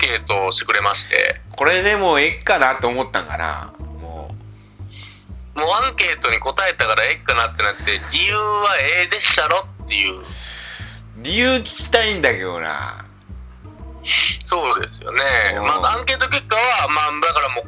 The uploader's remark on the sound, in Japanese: アイフォーンでの電話収録